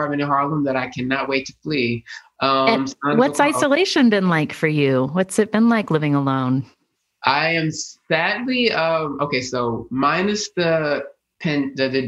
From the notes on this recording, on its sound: The writer joined me live on Zoom